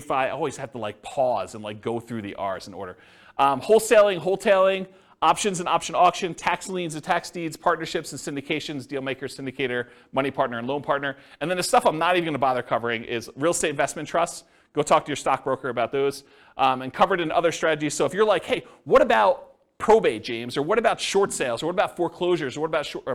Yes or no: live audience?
yes